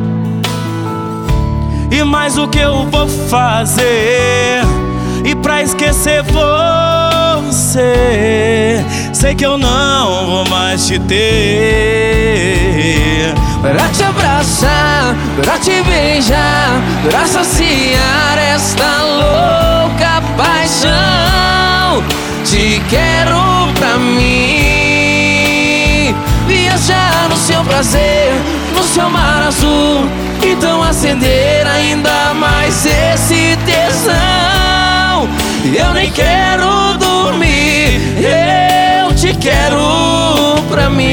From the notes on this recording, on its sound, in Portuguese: Álbum gravado ao vivo